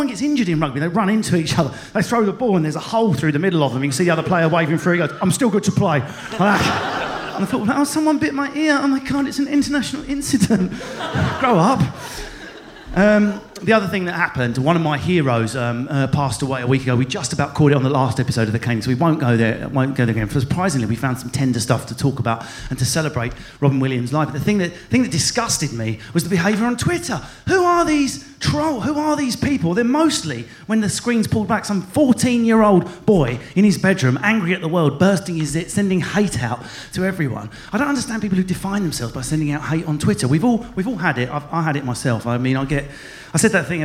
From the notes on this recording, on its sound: For the final episode of The Kaneing recorded at Edinburgh Festival.